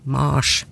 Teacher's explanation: i latin så ble navnet til krigsguden Mars uttalt nettopp med lang A